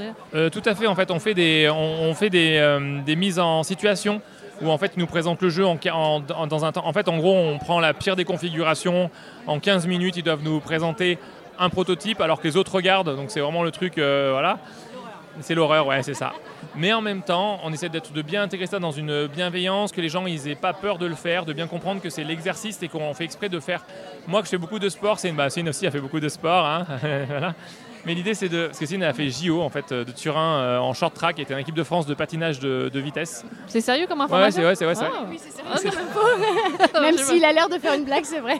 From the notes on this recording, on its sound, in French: Rencontre avec le couple lors du festival Paris est ludique 2023.